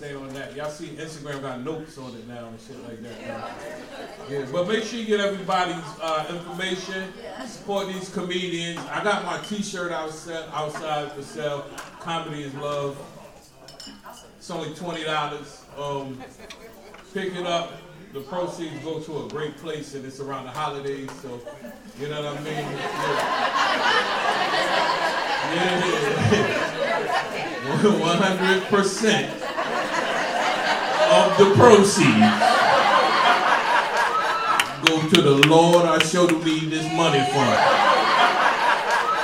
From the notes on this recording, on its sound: LIVE FROM THE FUNNY BONE. LIVE FROM FUNNY BONE.